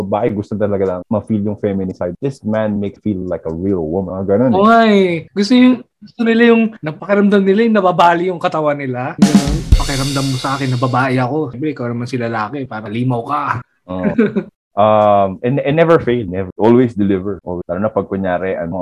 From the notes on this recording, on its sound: We were having some technical difficulties